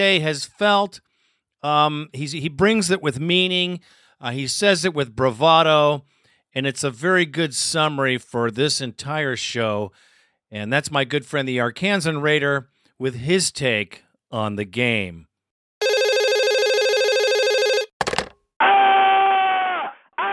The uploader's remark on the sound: Raider Nation “Suicide Hot Line” Call-in Segment.